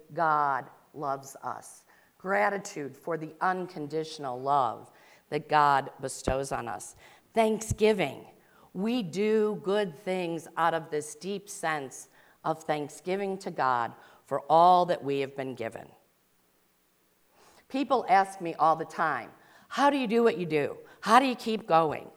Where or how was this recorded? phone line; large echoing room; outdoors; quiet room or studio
large echoing room